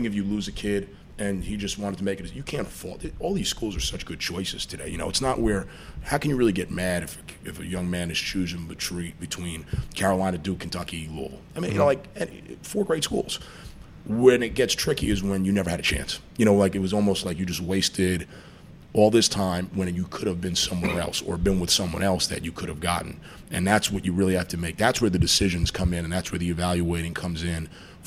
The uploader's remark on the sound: Broadcasting live from Jack Demsey's bar